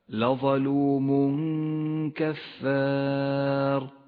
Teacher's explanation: بحكم الإخفاء في قوله تعالى لظلوم كفار التنوين وبعده حرف الكاف نخفي التنوين بالكاف مع بقاء غنة للتنوين بمقدار حركتين من غير تشديد للكاف